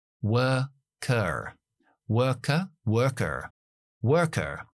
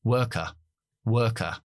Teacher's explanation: Esto es el acento británico. Nosotros no pronunciamos las -r, después de las vocales. · Shown in: second take